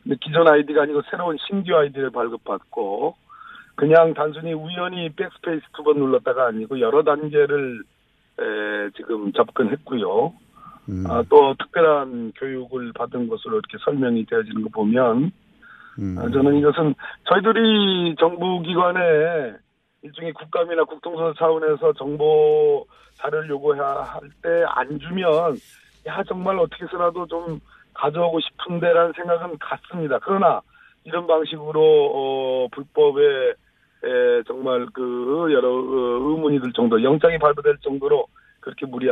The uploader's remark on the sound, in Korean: 릴레이 전화연결